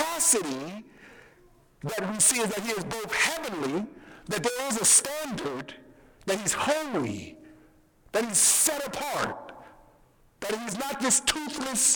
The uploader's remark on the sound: We apologize for the poor audio quality